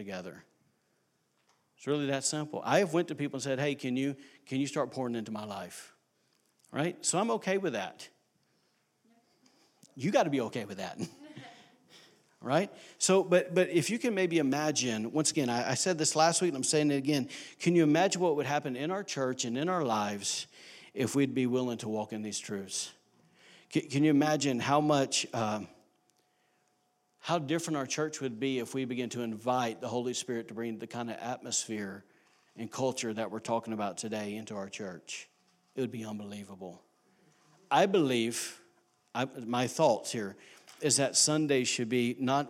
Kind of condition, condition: setting, large echoing room